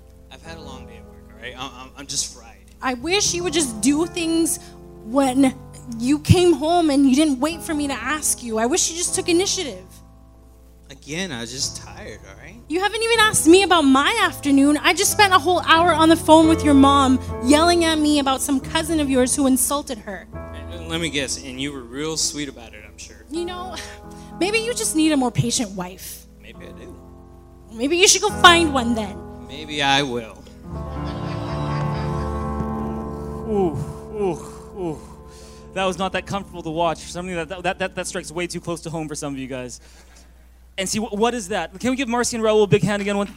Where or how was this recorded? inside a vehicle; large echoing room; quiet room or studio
large echoing room